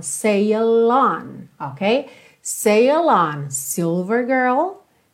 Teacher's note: Repara como você junta sail, que termina em L, no on